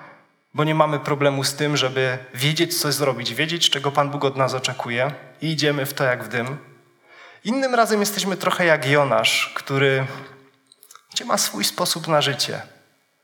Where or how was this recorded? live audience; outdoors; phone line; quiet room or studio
live audience